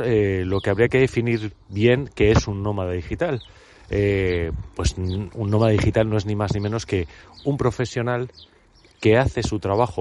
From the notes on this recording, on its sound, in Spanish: A través de esta grabación en plena inmersión en la naturaleza.